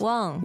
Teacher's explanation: The sort of Englishized pronunciation is also close to a second tone.